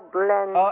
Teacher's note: احنا عندنا الضاد وقعت بين مرققين الفاء واللام